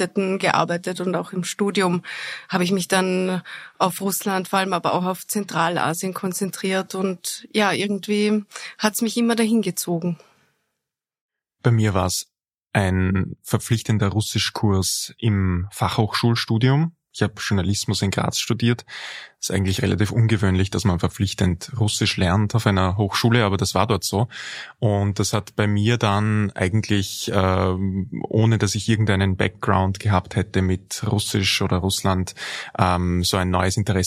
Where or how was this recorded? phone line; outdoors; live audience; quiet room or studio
quiet room or studio